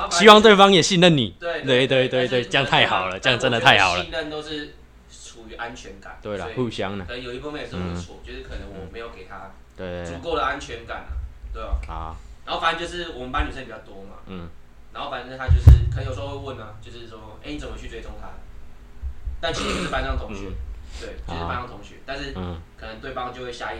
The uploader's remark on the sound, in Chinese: 爆音注意!本集強烈不建議佩戴耳機。收音與坐姿不佳導致雜音及聲音忽大忽小見請見諒。